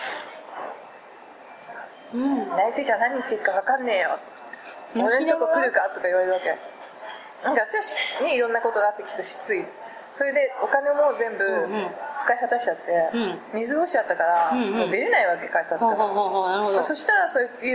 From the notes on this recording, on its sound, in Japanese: 長崎、熊本旅行ラスト 空港編。未公開の理由は、「多方面にわたって酷い」主に音質やらなにやら。